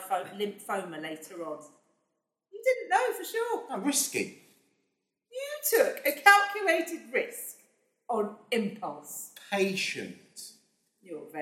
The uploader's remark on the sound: Recorded live. At Hornsey Library, London.